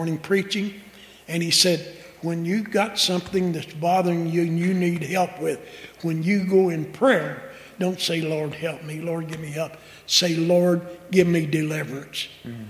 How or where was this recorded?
large echoing room